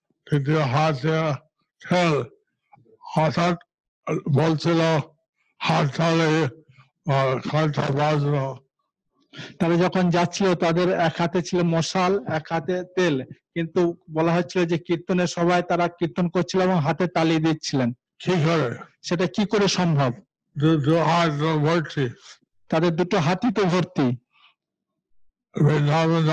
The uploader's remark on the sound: Zoom Session